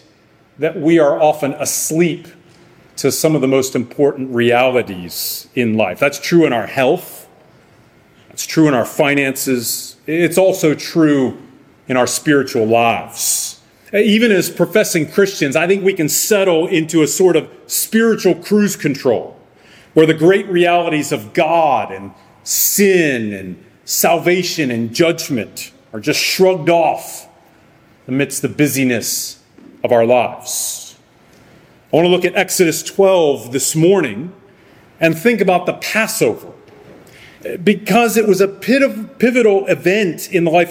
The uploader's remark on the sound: Sermon preached by Guest Preacher on August 6, 2023 at Arlington Baptist Church in Arlington, Virginia.